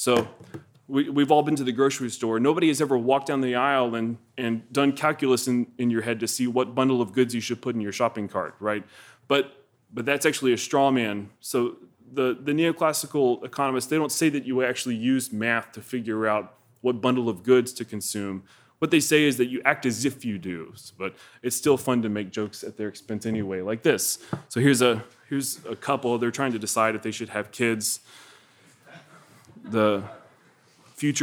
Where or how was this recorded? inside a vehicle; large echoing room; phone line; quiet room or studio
large echoing room